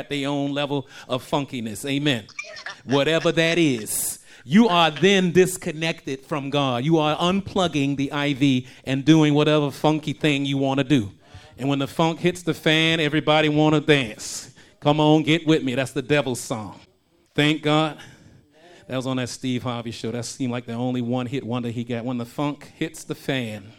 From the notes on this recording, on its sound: shared this message live at RACC